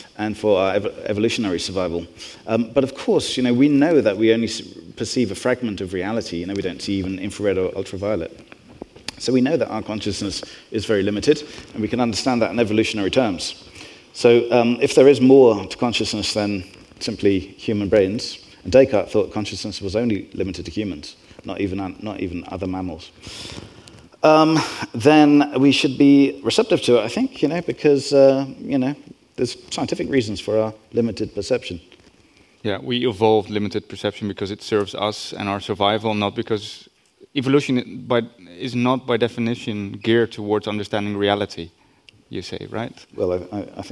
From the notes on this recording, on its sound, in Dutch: Live bonusopname. We spraken hem op Brainwash Festival 2023 in Amsterdam.